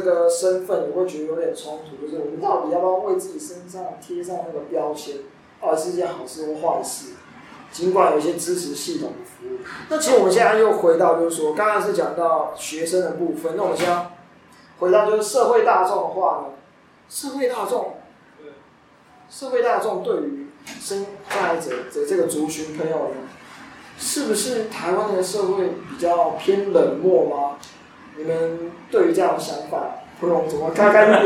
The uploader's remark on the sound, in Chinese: 錄音設備真的很陽春。